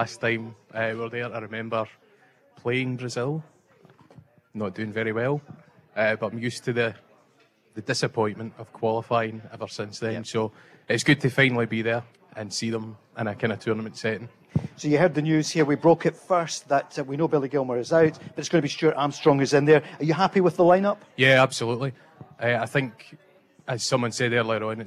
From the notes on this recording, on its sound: live from The Radisson Red in Glasgow